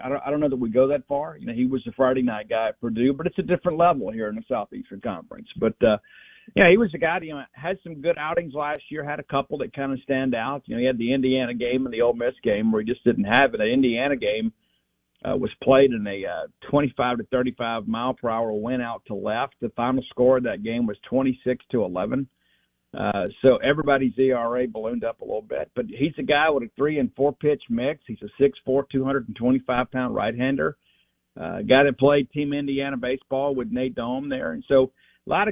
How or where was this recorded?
phone line